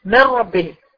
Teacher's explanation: لما بقول ادغام كامل يعني كل حاجه هتختفي، زي ما بقول من ربنا النون ملهاش وجود نهائي خالص، ده ادغام كامل